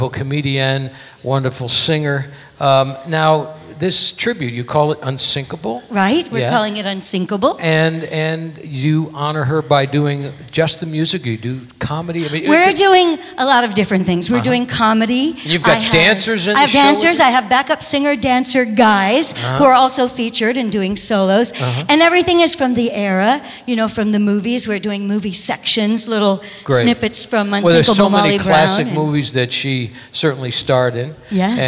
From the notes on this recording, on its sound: Live at the SouthPoint Casino